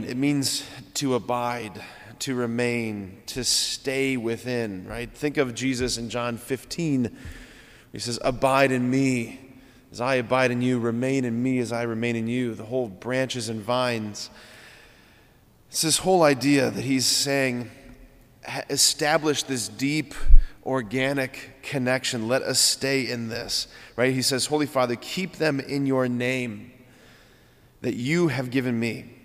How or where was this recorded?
large echoing room